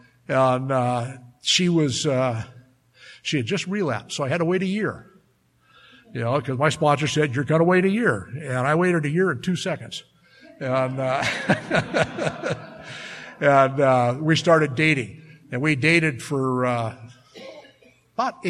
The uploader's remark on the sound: speaking at the Live at Pine Lake Speaker Meeting held every Saturday Night in Seattle, this was in May of 2016